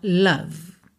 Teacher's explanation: Nem o O tem som de O, é a, e o E final não é pronunciado